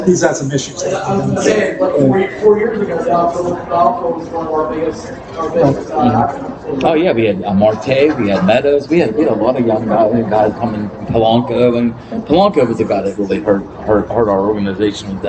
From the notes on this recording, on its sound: Draft 412 LIVE at Caliente Pizza & Draft House. Draft 412's second LIVE podcast.